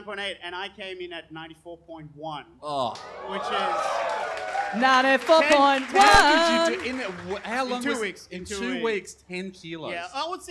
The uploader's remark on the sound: It's another classic two beer podcast LIVE from the European Bier Cafe.